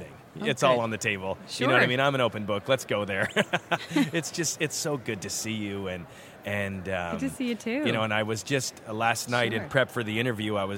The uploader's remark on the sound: Special on-location episode from the Innovation Now conference in Pittsburgh. Various conference attendees.